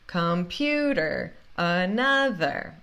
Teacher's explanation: essas duas palavras também começam com o som do schwa e terminam com o som do schwa